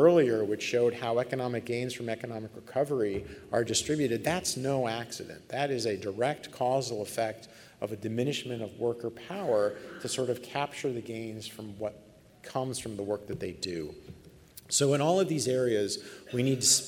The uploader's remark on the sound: This special podcast was recorded live at the 2019 Chronic Disease Academy.